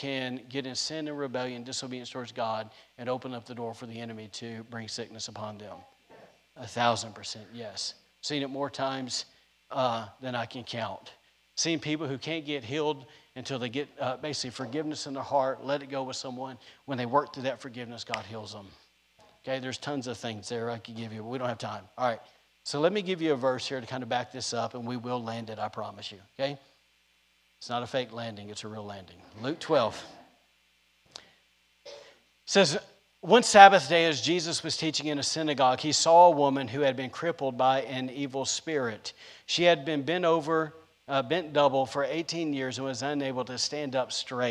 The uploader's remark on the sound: was recorded on Sunday, August 22nd, 2021, during service at The Anchor Church in Rockport, Maine.